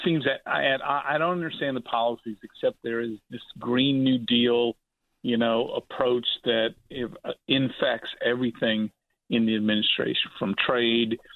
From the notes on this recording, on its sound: call into the show